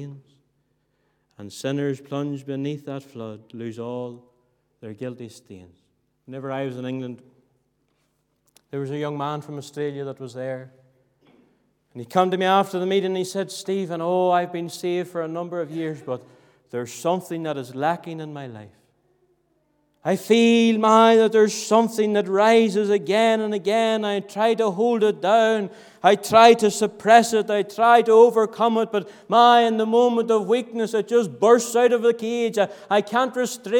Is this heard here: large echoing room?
yes